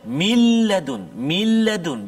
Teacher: jadi tak ada dengar bunyi nun langsung · Term: idgham kamil